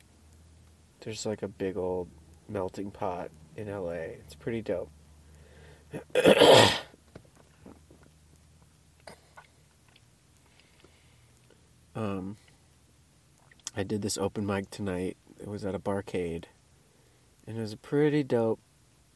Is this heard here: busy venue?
no